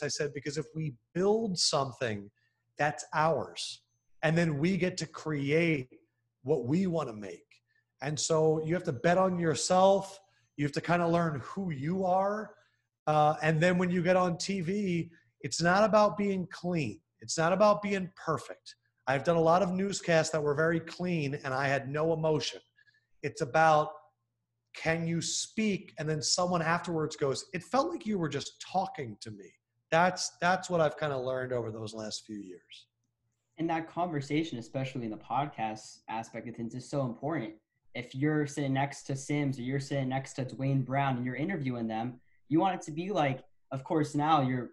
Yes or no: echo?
no